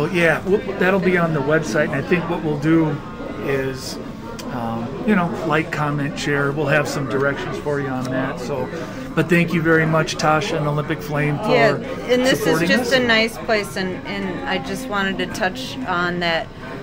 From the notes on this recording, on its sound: Record this episode from the Olympic Flame where they know the owner (and like gyros!).